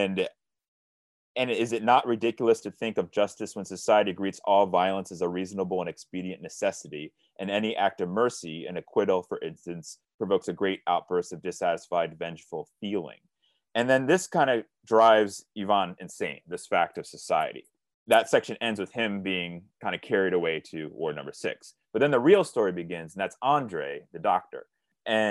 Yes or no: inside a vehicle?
no